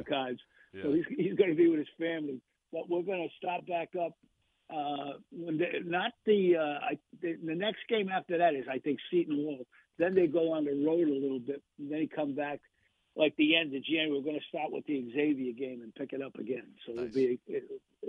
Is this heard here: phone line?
yes